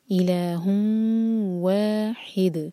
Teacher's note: ادغام غنہ کے ساتھ، دو سیکنڈس کا ٹائم دیں اور ناک میں آواز لے جائیں